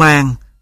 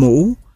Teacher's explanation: M trong màng và M trong mũ là hai biến thể của âm vị M. Biến thể thứ hai do đi trước nguyên âm tròn môi U nên bị môi hóa · Shown in: second take · Đó là biến thể kết hợp.